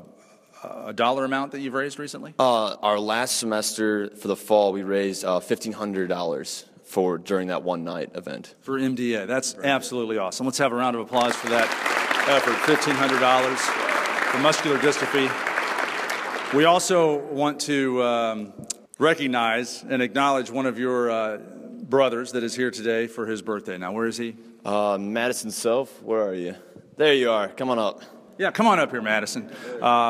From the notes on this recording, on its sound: Live at the University of Louisville. We begin with a live audience at the University of Louisville.